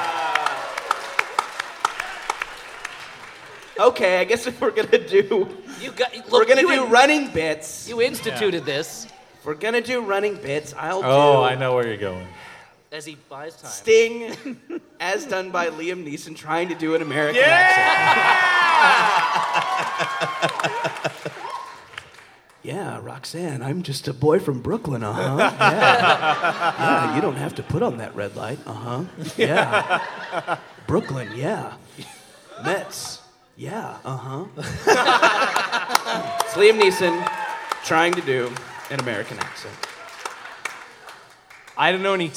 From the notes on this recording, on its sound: An elite group of podcasters gathered together in Chicago to create the most compelling podcast promos ever recorded in all of audio history. Recorded live from Very Very Fun Day in Chicago at Thalia Hall.